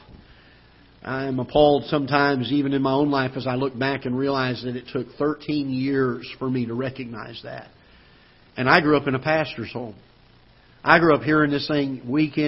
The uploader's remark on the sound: Ketha Heights Baptist Church ~ Live Broadcast